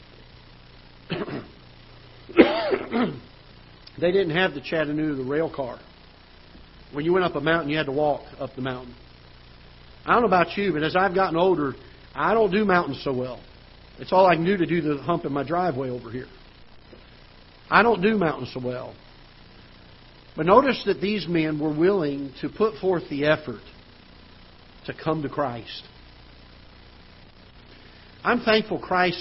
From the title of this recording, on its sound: Ketha Heights Baptist Church ~ Live Broadcast